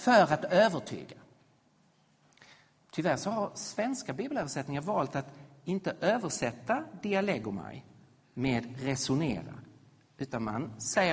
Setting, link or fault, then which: setting, large echoing room